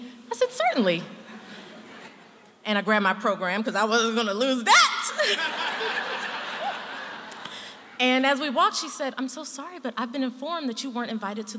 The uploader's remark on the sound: true stories told live on the Story District stage